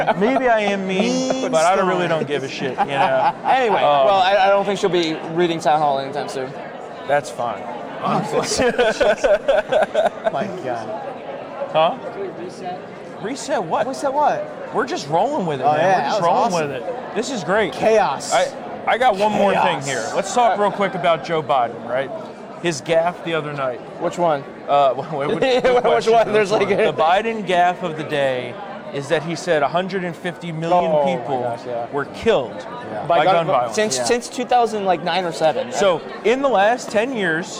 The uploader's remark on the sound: Live From CPAC